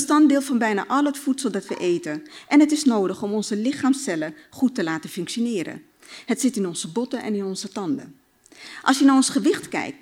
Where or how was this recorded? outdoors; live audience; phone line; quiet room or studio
live audience